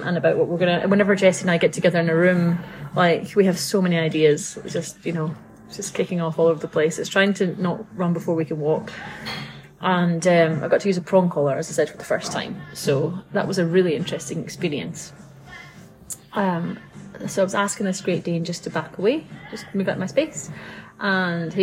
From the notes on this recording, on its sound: this episode is recorded in a restaurant so may have more background noise than a usual podcast